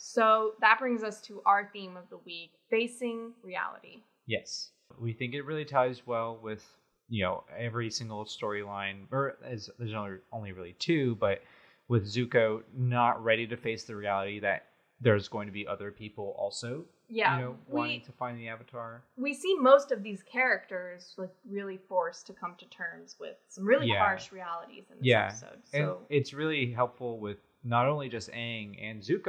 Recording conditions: echo